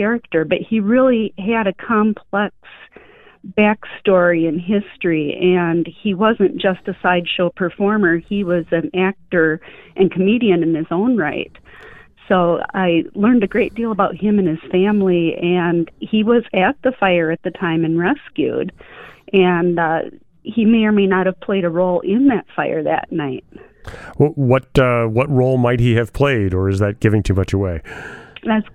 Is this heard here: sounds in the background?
no